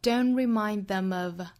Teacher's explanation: Don't 后面的 t, remind 后面的 d 省掉